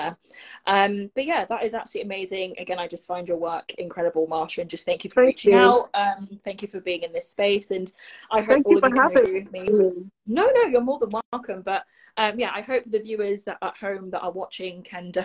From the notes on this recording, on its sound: live and direct with Instagram listeners